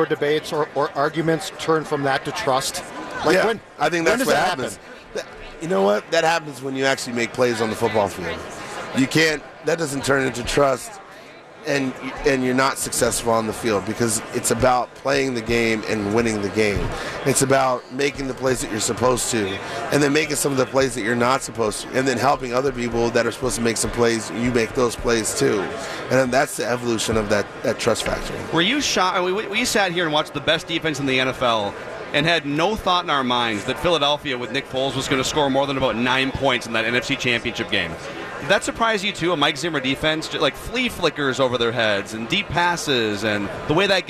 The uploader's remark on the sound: live from Radio Row all week